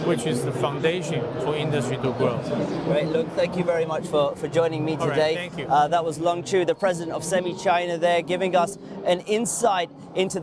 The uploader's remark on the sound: we’re live in Shanghai at the Consumer Electronics Show